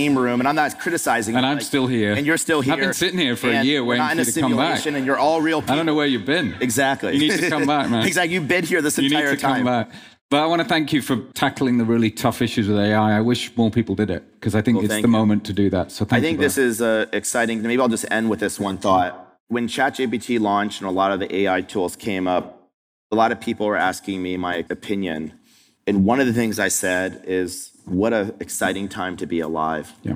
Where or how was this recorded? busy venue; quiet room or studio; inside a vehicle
busy venue